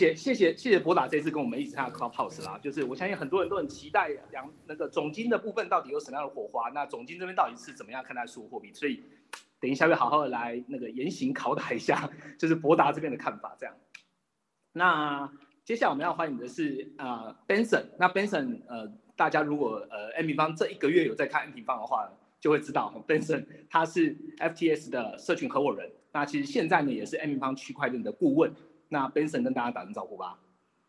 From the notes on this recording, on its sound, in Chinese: 我們這次特別把 Clubhouse的內容全程錄音。